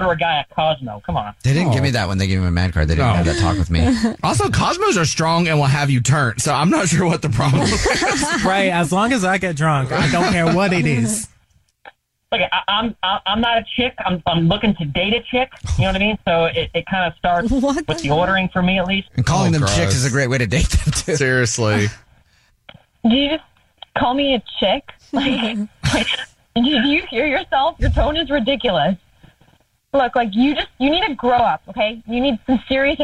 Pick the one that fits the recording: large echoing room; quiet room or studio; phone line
phone line